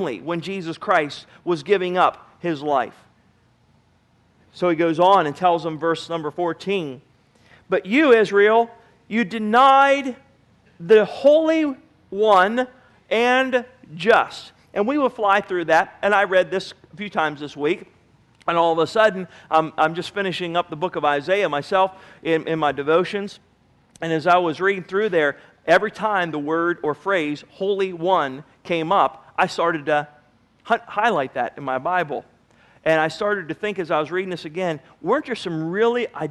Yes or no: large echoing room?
yes